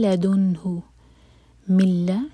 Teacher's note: نون کی آواز بالکل نہیں آئے گی. میم کو سیدھا لام سے کنیکٹ کریں گے · Term: ادغام بغیر غنہ